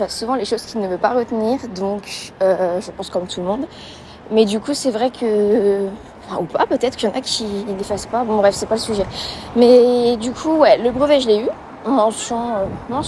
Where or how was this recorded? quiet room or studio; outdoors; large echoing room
outdoors